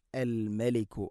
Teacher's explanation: മീമിനെ പിന്നെ നേർപ്പിക്കണം, കനപ്പിച്ചുകൊണ്ട് ഉച്ചരിക്കരുത്